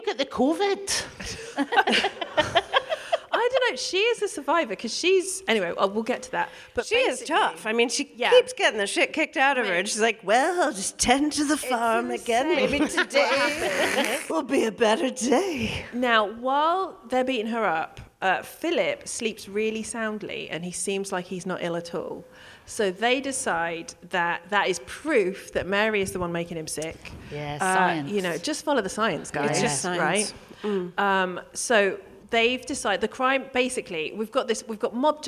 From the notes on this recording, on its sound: DWSC LIVE. We hear from a member of the audience.